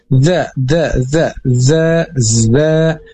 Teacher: Zai itu ujung lidah mendekati gusi atas.